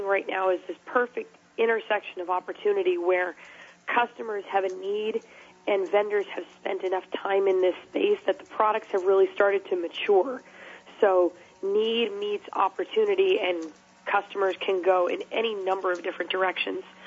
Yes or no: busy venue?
no